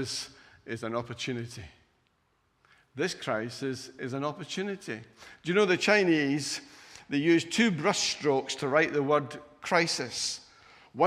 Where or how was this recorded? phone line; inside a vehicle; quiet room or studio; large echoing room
large echoing room